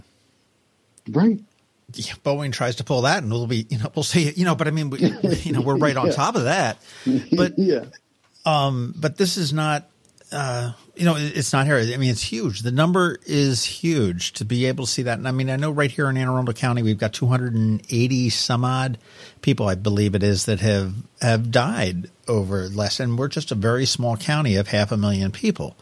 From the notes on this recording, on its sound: I hopped on the phone with Dr.